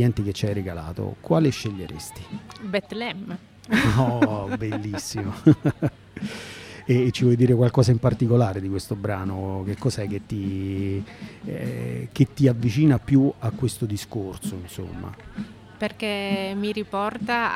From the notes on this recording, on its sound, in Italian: La puntata è stata infatti registrata in un podcast live poco prima del Joy Music Fest nel parco di fronte al Baky Bay di Bellaria Igea marina